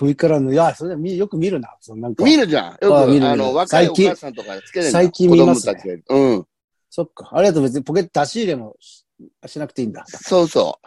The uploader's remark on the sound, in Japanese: ZOOMで収録。